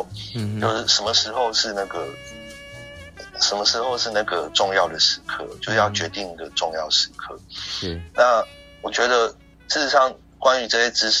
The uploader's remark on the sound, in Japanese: 電話訪問